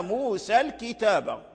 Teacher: فقرأنا موسى الكتاب بالفتح لأن الألف الذي نميله ذهب حذفناه